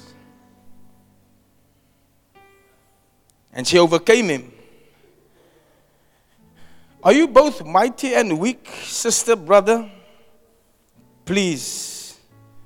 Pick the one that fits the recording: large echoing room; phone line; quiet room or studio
large echoing room